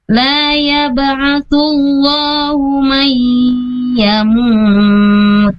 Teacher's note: Hati-hati tahanannya untuk idgham bigunnahnya ya. Tahanan tiga ketukan.